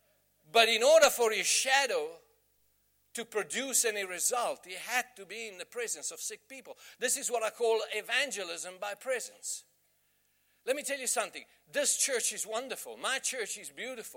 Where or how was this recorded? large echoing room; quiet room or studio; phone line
large echoing room